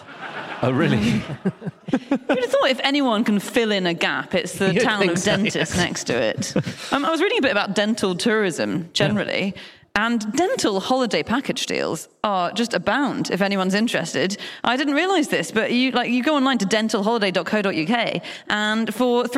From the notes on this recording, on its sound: Live from Peterborough